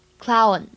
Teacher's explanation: clown 当中呢有一个双元音 ow，发音呢要饱满到位 · IPA: [aʊ]